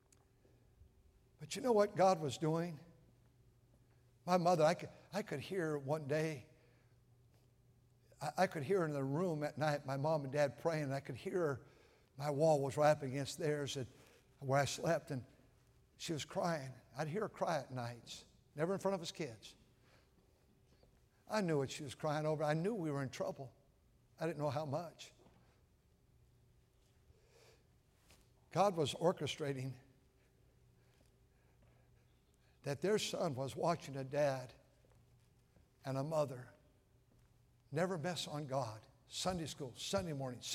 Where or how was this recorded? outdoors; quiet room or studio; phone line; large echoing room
large echoing room